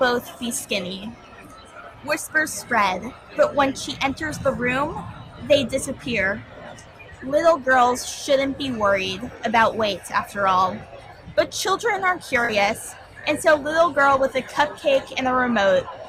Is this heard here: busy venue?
yes